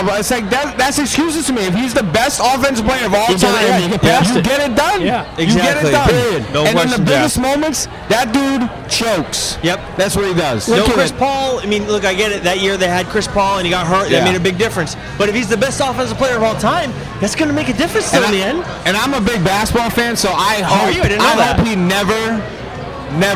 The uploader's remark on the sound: LIVE AT LORD HOBO BREWING